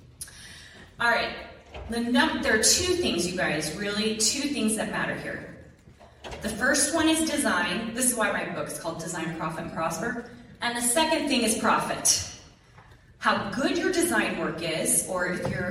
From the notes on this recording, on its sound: Lecture to BYU Idaho's Art Department. She spoke to about 200 students about selling their art.